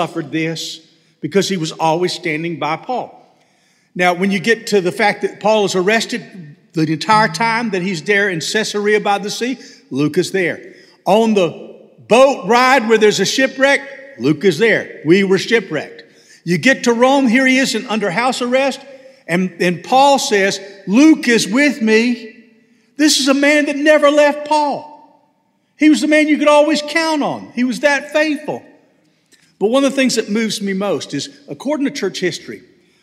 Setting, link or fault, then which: setting, large echoing room